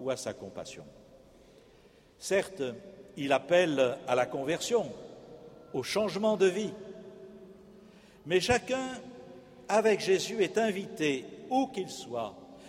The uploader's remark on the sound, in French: Festival des Familles. La messe du 4 octobre 2015, célébrée en la cathédrale Saint-André de Bordeaux.